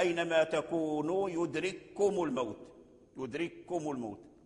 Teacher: مجزوما ساكن، لما كان الكاف مجزوما ساكن اجتمع مع كاف الخطاب فأدغم الكاف الساكن في المتحرك · Term: إدغام المتماثلين